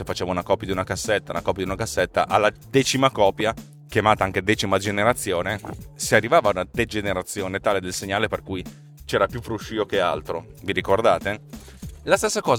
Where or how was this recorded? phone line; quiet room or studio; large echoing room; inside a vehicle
inside a vehicle